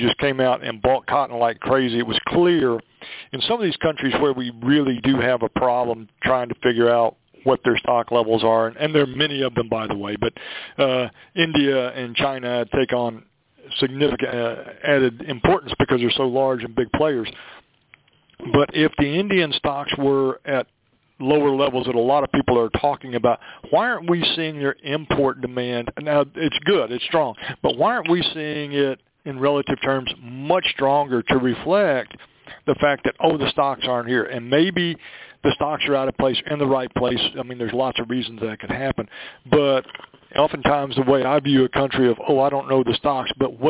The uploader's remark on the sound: The is the podcast of our live Ag Market Network's Monthly Conference Call on Cotton for August 2017.